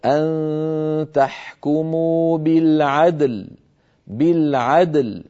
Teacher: اجتمع في النطق ساكنان الدال الشديدة واللام البينية، فيجب بيان الدال وقلقلتها ويجب بيان اللام وبينيتها هكذا. · فنقلقل الدال ونبين شدتها ونبين ونعطي اللام حقها من البينية